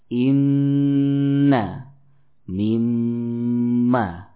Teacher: Adapun nun yang bertasydid tidak dibutuhkan nabr. Cukup disempurnakan gunnahnya.